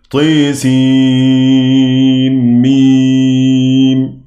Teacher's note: حمزة بيظهر النون من سين عند الميم من ميم · Term: الإظهار